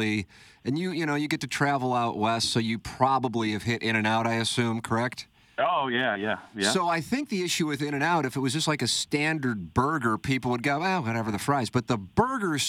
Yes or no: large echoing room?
no